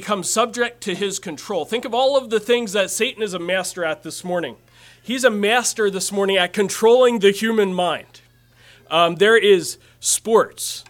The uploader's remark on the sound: Message preached at Word of Hope on May 21, 2023